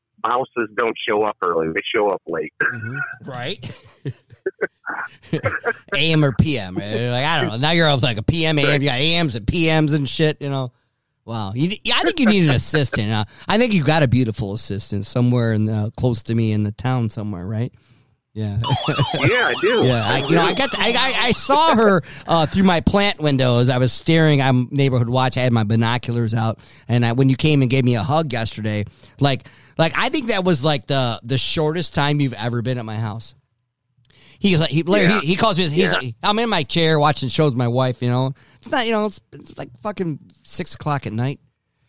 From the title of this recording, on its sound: With a dial in (special regular special guest) from up State.